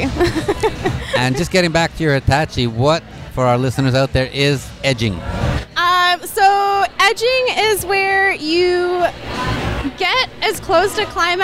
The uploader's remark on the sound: Join us on location from Niagara Falls, at the 11th annual Valentines in Niagara Couples Convention, with 600 hedonists, all celebrating Valentine’s Day the lifestyle way...